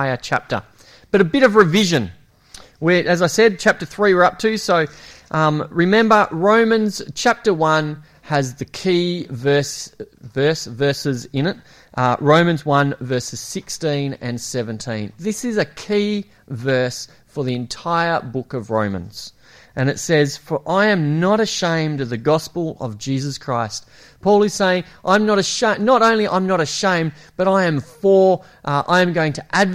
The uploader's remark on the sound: It was preached at Esperance Church of Christ.